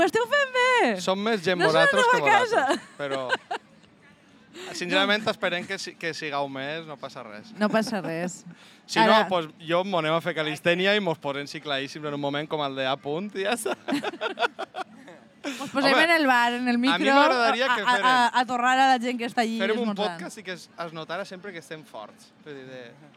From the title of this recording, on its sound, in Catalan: Directe a la Vall d’Uixó